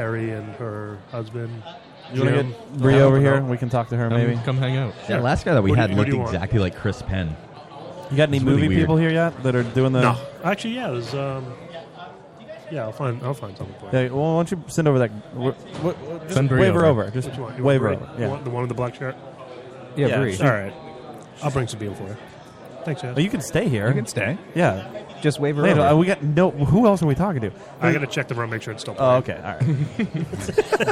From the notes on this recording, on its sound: We are live at day 1 of the Rhode Island Comic Con!